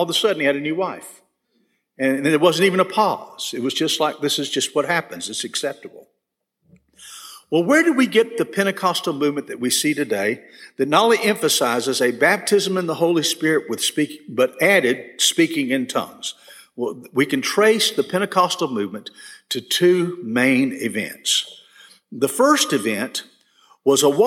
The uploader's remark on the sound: This session was recorded at First Baptist Church Hendersonville, NC on August 10, 2022.